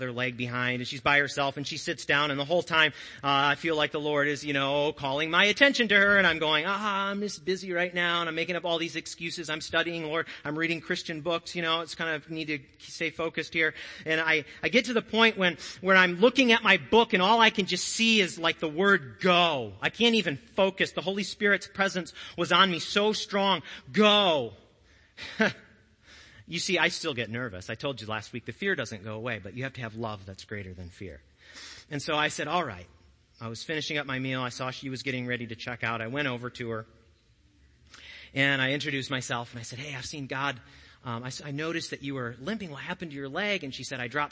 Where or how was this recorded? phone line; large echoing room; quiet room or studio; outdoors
large echoing room